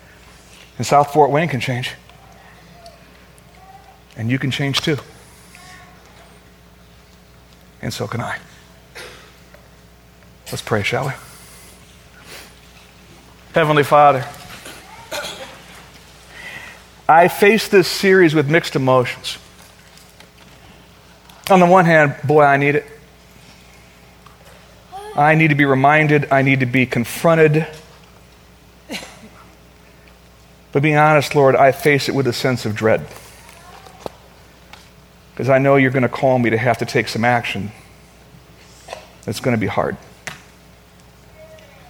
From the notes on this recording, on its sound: Originally recorded on August 4, 2013, at Fellowship Missionary Church, Fort Wayne, IN.